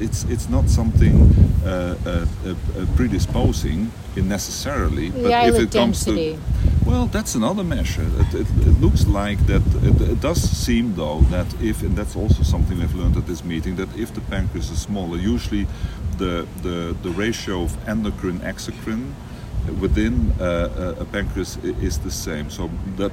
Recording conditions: busy venue